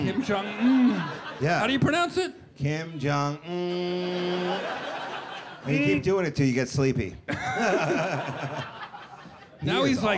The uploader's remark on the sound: In a three-part event that sees the good friends roasting each other, the audience and special guests. Spends a three-day weekend at New York's Comedy Cellar flinging barbs in front a live audience, some of whom take the brunt of their jokes.